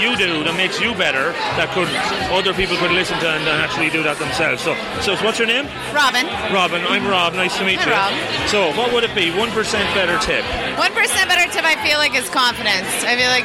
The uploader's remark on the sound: I’ve decided to hit the streets of cities I visit and ask the locals. I hit the streets and the bars (mainly bars) of Nashville. Over the couple of days recording, we asked the good folks of Nashville.